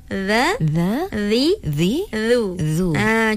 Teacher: Memang the, sifat za tu memang dia punya makhorijul huruf dia memang keluarkan lidah sedikit. Baik. Di antara kacip gigi atas dan gigi bawah.